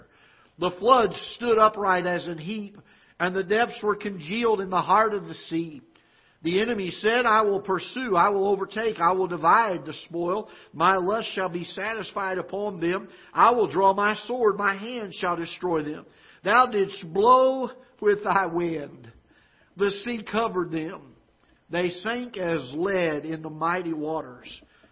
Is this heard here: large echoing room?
yes